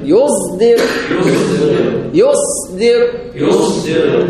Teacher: لأن الصاد مهموسة الصاد صوت مهموس والدال صوت مجهور فاختاروا أن يجعلوا الحرفين مجهورين فأبدلوا من الصاد الزاي · Term: مشممة بالزاي